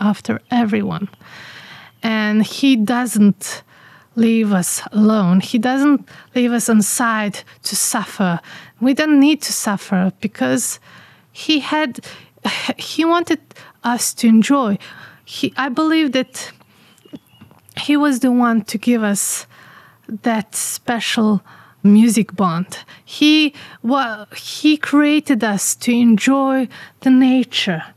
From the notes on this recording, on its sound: Recorded outside in our garden here in the village of Čardačani. You'll also here "village sounds" during the podcast.